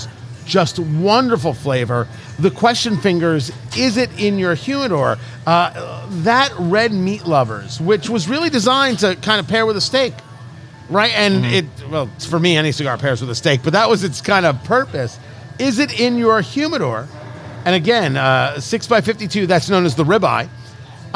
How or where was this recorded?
busy venue